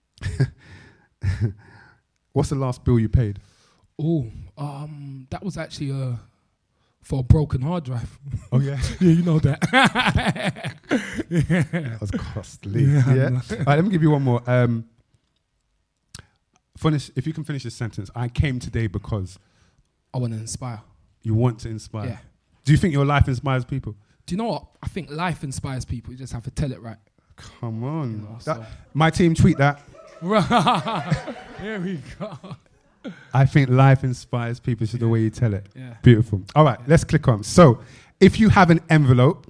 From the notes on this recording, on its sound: Recorded Live at the TARA THEATRE before a live audience.